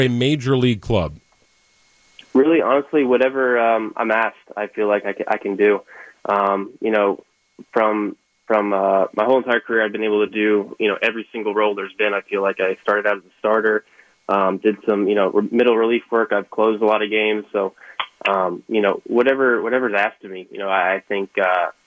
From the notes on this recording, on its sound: hopped on the phone to talk